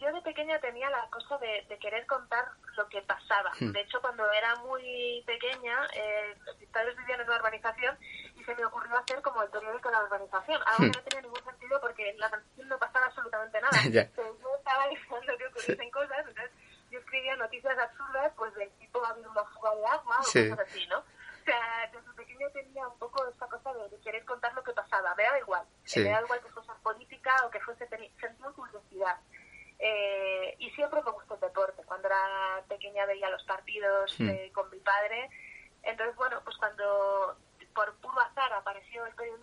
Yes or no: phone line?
yes